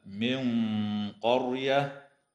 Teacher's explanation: وتخفى النون الساكنة عند القاف مع الغنة مفخمة